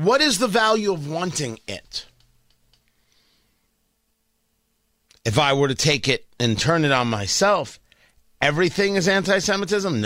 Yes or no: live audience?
no